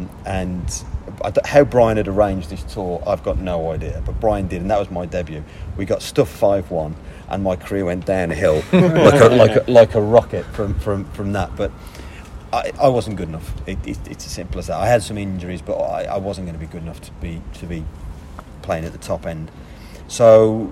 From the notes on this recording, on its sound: Full audio of the first press conference